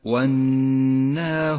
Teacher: يحتاج حرف النون المشدد إلى غنة زمنها حركتان